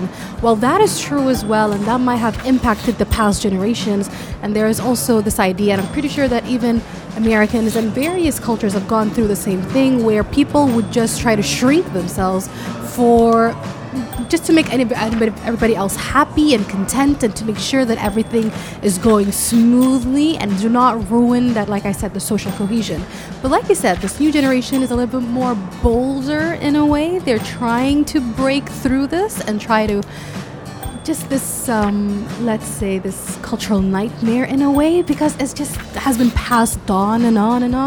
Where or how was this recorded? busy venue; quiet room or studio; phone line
busy venue